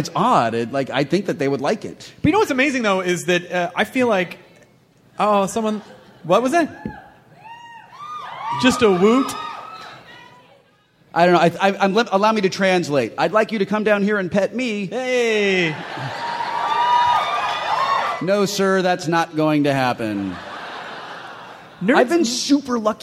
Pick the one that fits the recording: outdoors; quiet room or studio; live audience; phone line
live audience